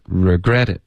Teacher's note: 重音是 gret,不是 re.你刚刚说 regret it,应该是 regret it.